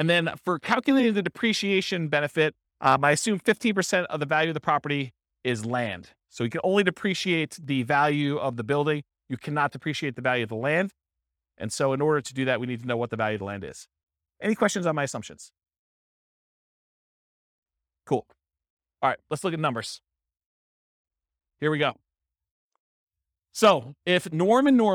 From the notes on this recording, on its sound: This was a live class recorded